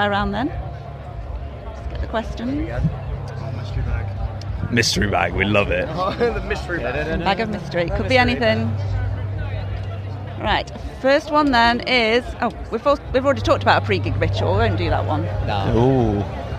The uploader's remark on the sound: Live from Bloosdstock Festival.